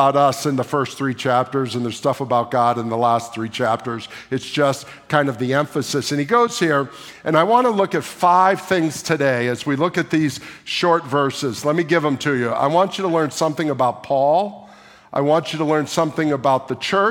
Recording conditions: large echoing room